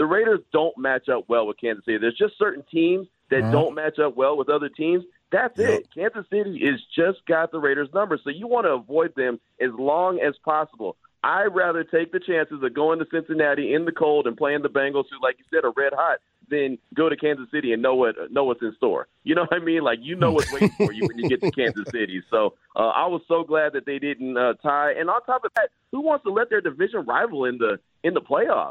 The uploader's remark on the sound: Throughout the hour, the guys take to the phone lines to hear from the listeners.